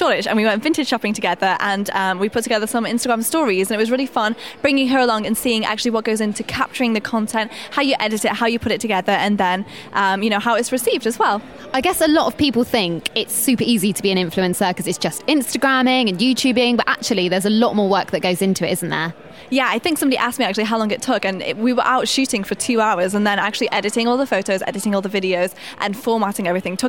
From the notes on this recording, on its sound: Explore all the sounds of Nonference in true binaural style in this special one off episode produced in partnership with Acast. From our first ever Nonference at London’s Tobacco Dock.